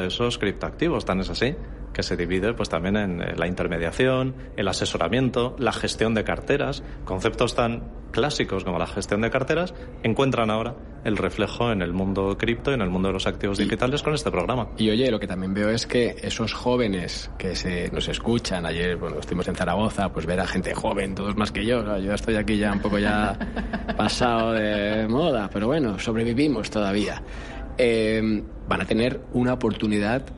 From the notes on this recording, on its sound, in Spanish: Ha participado en el programa especial de Radio Intereconomía, en directo desde el BELOBABA Tour.